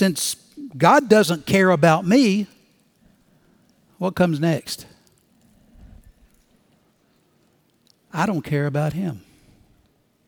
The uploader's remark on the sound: Recorded Live at Brookwood Church on 11.19.2023